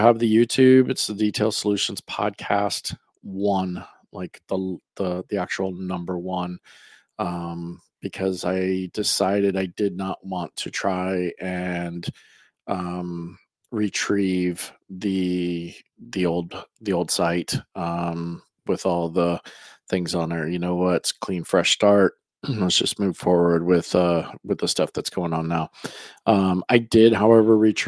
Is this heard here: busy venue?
no